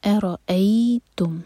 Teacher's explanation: قل ارائیتم، حمزہ لائٹ، ا را پر فتح تو را ہیوی، ا را، اس کے بعد حمزہ جو ہے لائٹ، اور یہاں پر یا سے جوڑیں گے فتح کو تو یہ ہے مدلین. ارائیتم، قل ارائیتم، ان، نون پر سکون تو یہاں پر ہے اظہار.